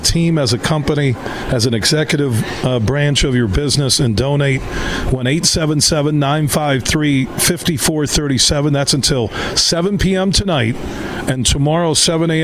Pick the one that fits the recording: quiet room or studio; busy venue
busy venue